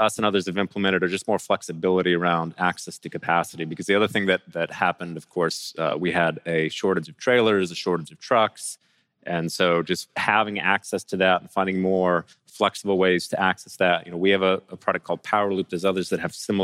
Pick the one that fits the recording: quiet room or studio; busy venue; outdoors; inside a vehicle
busy venue